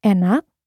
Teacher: In this word, the second syllable is stressed, but the first E is still pronounced as E.